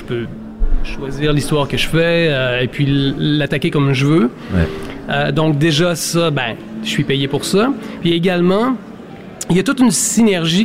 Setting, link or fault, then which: setting, busy venue